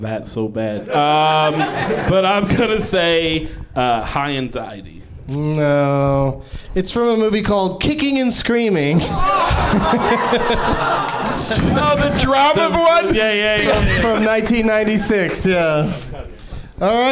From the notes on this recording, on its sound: Live from the NerdMelt Showroom in LA